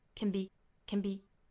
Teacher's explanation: 不仅仅要注意元音的变化，还需要注意这两个词它的时间长度，包括我们用的力气都是更短更小的 · Term: 弱读